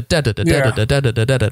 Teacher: It's a long syllable followed by two short syllables based on accent · Term: dactylic meter